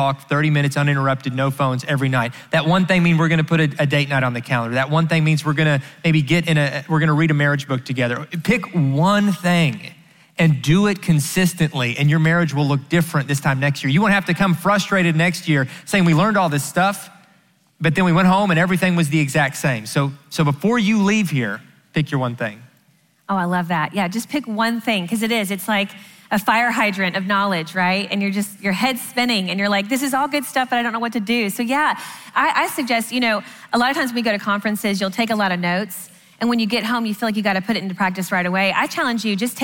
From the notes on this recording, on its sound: answer questions live at the XO Conference 2019